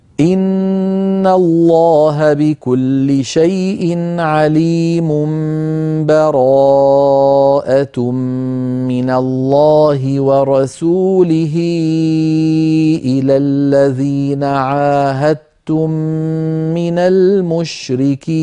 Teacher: الوجه الثالث أيها الإخوة الوصل وهو أن لا يقف القارئ على آخر سورة الأنفال، بل يصل آخر الأنفال بأول التوبة بنفس واحد